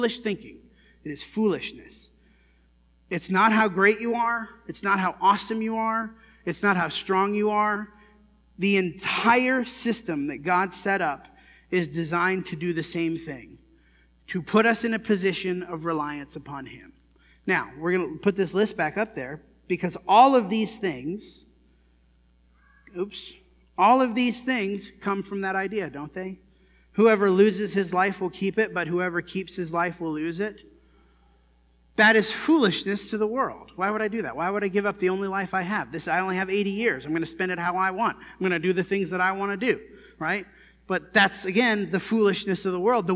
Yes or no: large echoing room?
yes